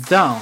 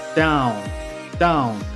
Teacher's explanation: 它有一定的鼻音，然后口腔更圆一点 · Shown in: second take